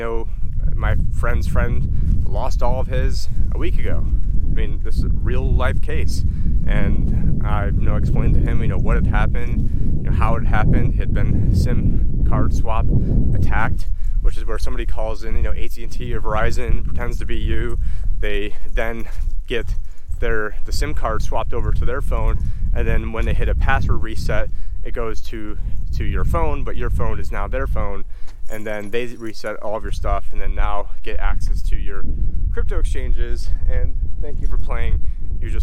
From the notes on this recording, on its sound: In this walk and Talk